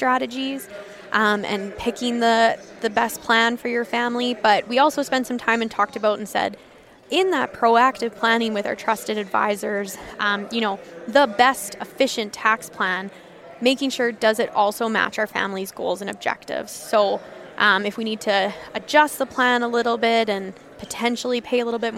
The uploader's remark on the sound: This episode was recorded at the 2023 Canadian Beef Industry Conference in Calgary this August.